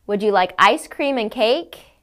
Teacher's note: Double rise intonation happens in questions with an and in it. The intonation will rise on both of the items mentioned with the and.